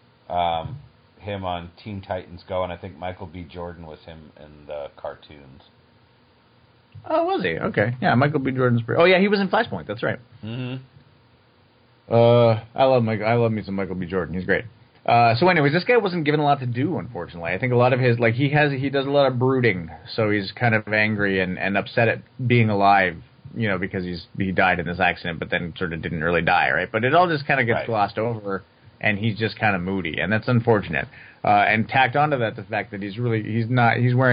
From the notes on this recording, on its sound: This was done over two phone calls.